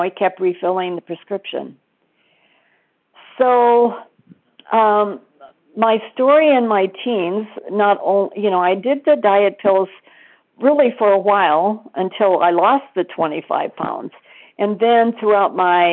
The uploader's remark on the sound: 100 Pounders Phone Meeting.